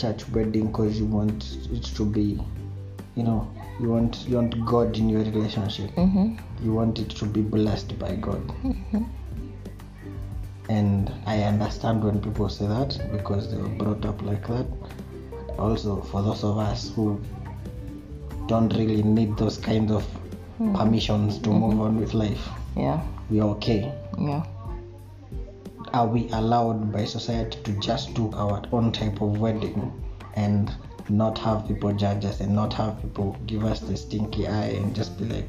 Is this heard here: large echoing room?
no